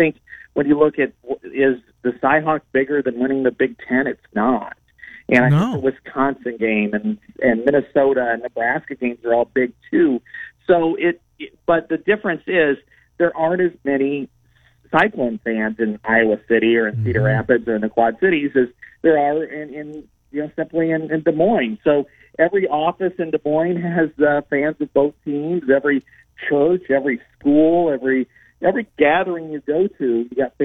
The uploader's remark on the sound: Cy-Hawk week talk & phone calls.